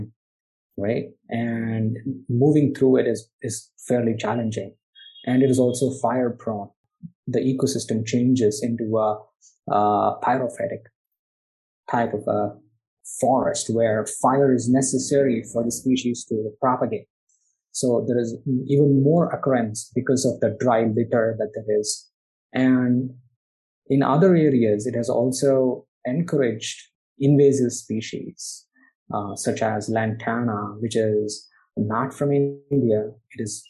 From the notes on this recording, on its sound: I’ve had a chance to virtually sit down with two of the interdisciplinary scientists